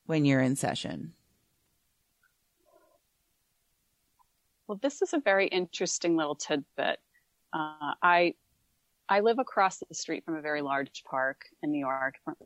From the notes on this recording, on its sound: Recorded with spotty, COVID-style wifi.